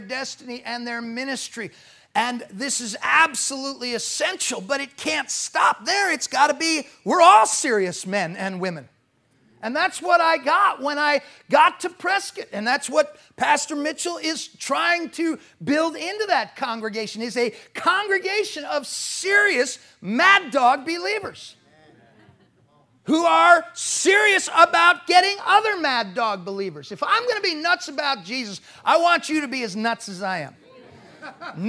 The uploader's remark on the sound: PREACHED IN MCMINNVILLE SAT AM 2011